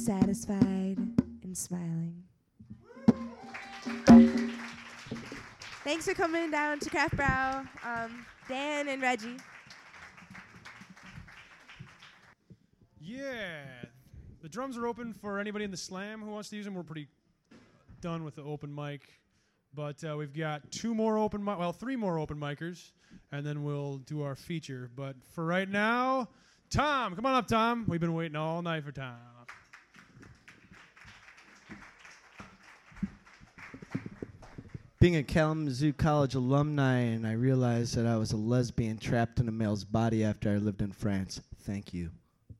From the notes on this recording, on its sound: This is the earliest known recording of the Kzoo Poetry Slam at Kraftbrau Brewery.